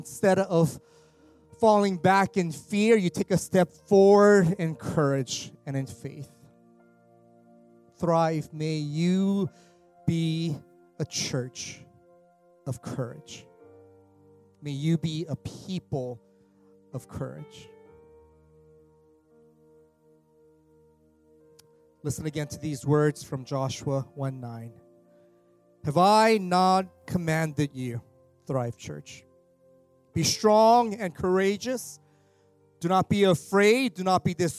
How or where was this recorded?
large echoing room